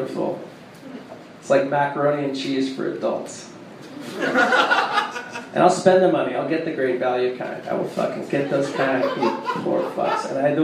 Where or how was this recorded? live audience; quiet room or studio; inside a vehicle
live audience